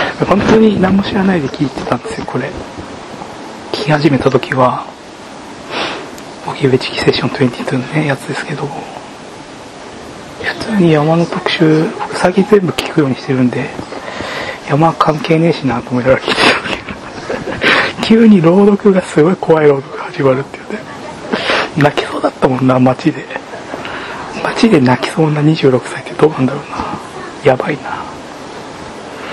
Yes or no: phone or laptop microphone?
yes